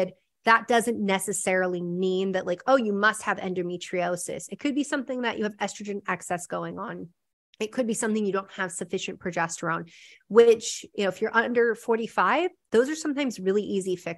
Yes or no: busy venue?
no